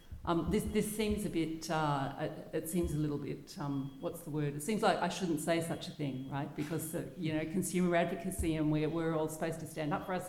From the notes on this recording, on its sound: Panel discussion with audience Q&A